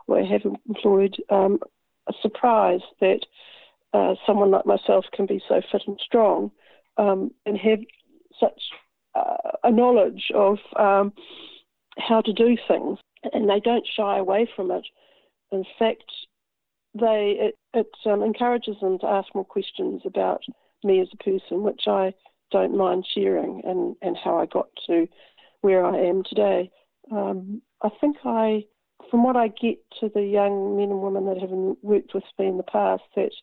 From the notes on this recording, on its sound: Recorded in the first days of the New Zealand Covid19 Lock down. Following all the rules interviews contacted over the telephone.